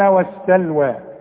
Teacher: الواو والسين واللام كلها مرققة